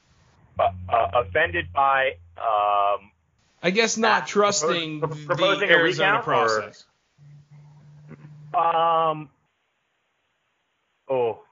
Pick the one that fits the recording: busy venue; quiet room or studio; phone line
phone line